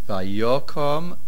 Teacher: Vayokom, the accent is on the yud.